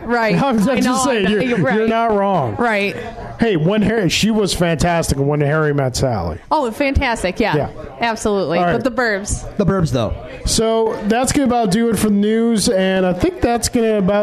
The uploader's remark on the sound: Live at Iron Buffalo